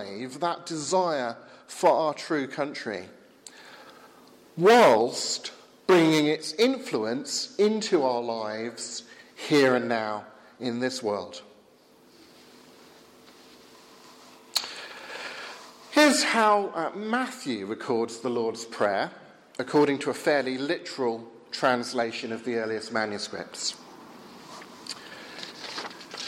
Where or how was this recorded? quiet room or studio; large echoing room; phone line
large echoing room